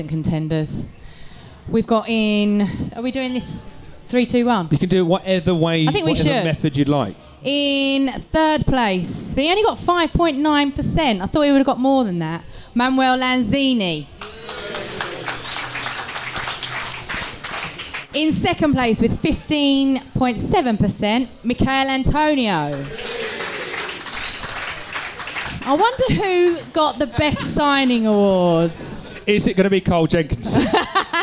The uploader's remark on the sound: The team return to The Cow in Stratford Westfield for the third annual live Podcast and Awards show. This episode was recorded in front of a live audience.